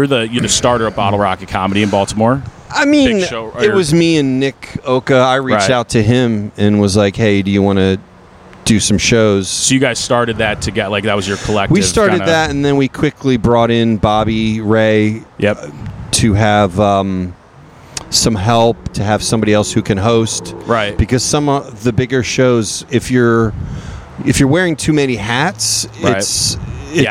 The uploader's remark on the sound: Episode 17 was recorded following the comedy open mic at The Waverly Brewing Company August 21st, 2022. This is a free show every Sunday in Baltimore.